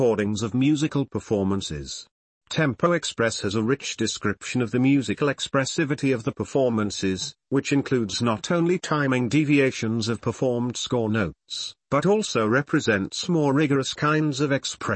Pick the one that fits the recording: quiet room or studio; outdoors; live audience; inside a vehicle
quiet room or studio